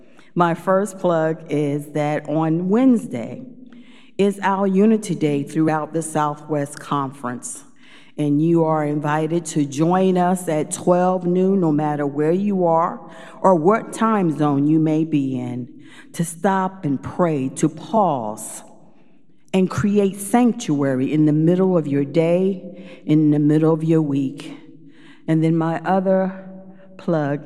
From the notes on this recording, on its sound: Recorded live at Beatitudes Church in Phoenix, AZ